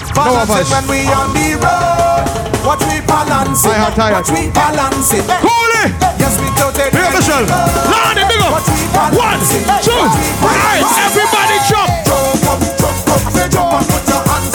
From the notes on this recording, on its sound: Live Dancehall Set at Bashment Party